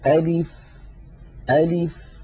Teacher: زمن الفتحة في أ مساوي لزمن الكسرة في لي، مساوي لزمن البقية الحركات. ألف ألف هكذا من غير تكلف.